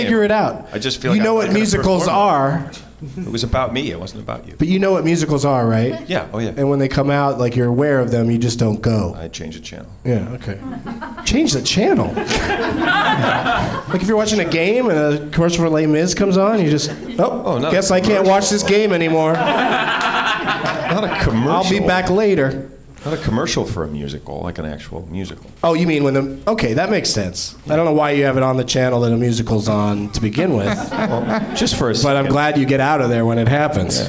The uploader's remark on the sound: Live from the NerdMelt Showroom in LA